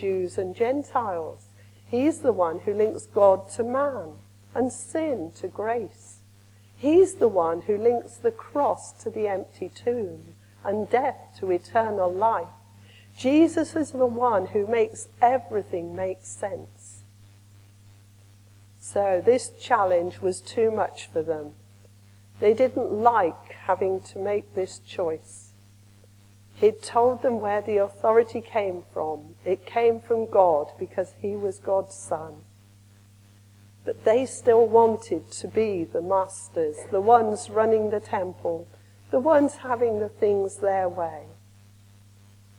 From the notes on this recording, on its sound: Recorded at the evening service. Andrew's Church, Shottery.